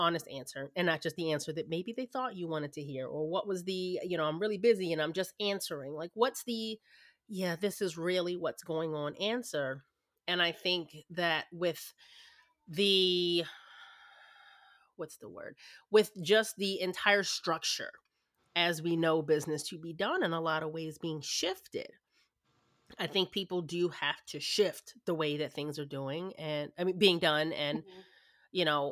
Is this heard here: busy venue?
no